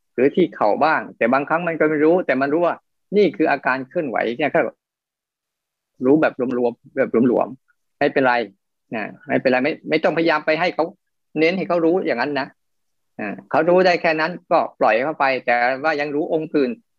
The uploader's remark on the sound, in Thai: คอร์สออนไลน์ (ผ่านโปรแกรม Zoom)